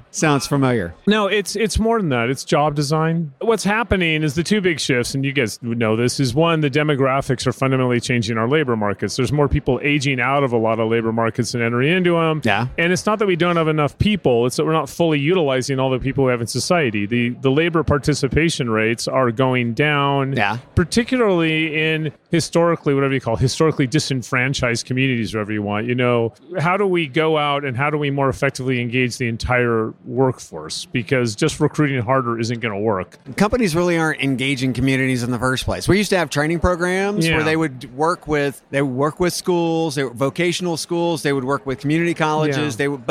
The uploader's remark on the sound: Live from UNLEASH America in Las Vegas